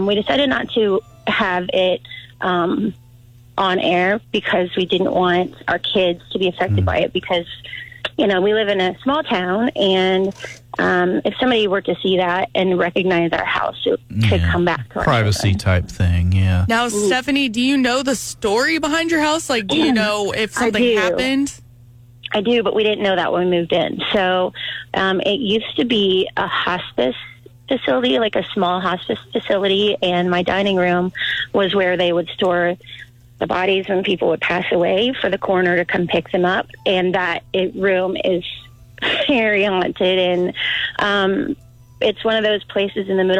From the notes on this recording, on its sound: This phone call from a listener scared the heck out of us!